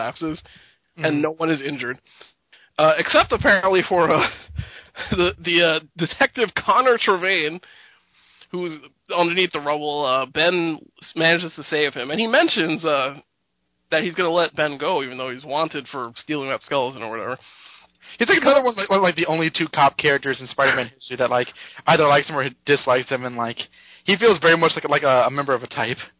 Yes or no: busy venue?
no